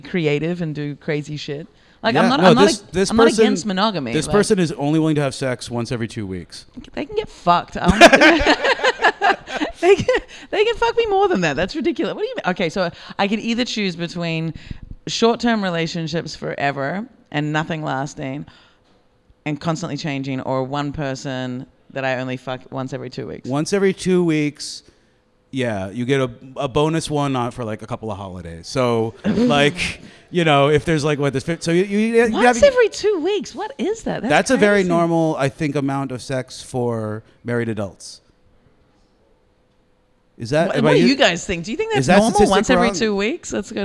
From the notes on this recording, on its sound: Recorded live at Podfest.